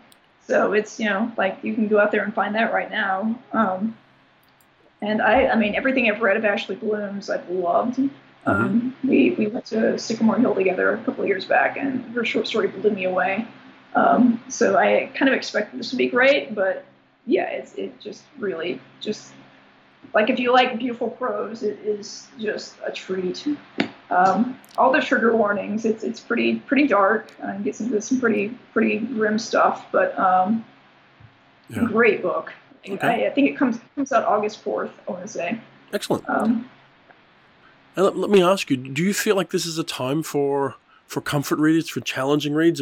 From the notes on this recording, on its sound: fires up Skype and calls sunny New York